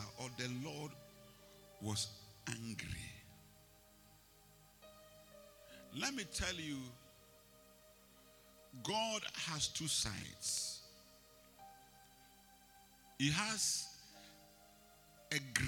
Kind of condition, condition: setting, large echoing room